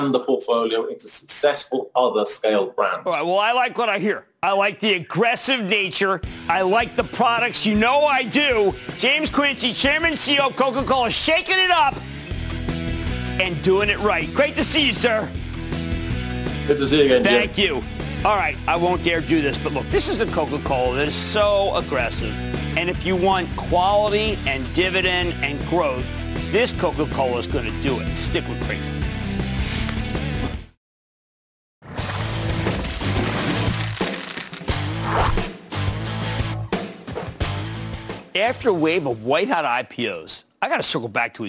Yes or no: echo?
no